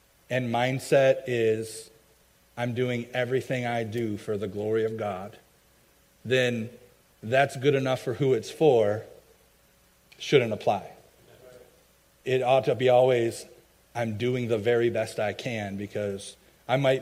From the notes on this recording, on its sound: i preached at my home church